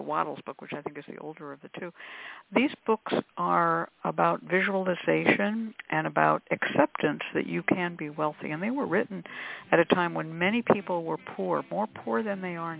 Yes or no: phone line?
yes